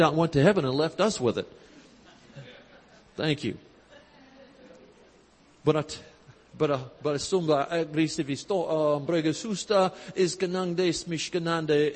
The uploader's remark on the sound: Recorded Live in Panama City Beach, FL. 2020 Gulf Coast Convention.